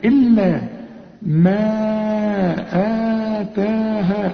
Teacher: أربع حركات الأول وبعدين حركتين لأن بعد المد الهمز